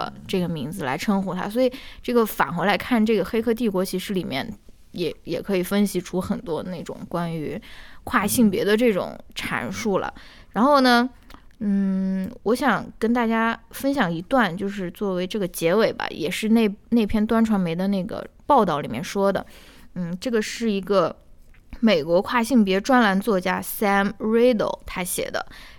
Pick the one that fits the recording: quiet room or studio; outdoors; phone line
quiet room or studio